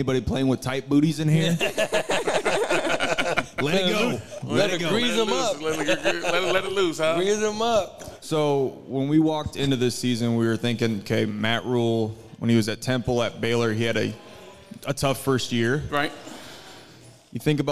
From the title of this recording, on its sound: Live at Hurrdat Sports Bar & Grill